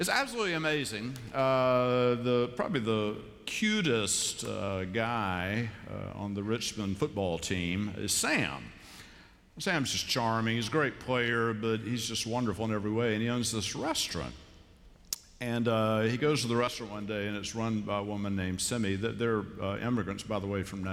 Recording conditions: large echoing room